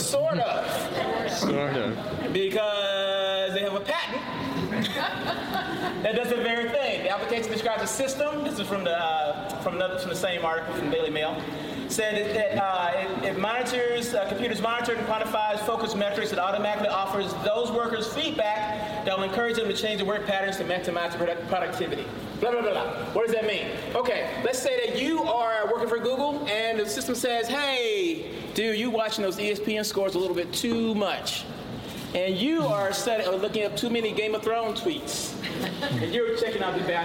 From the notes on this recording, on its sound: This podcast, for the most part, was recorded live at the Hacking HR forum in Atlanta.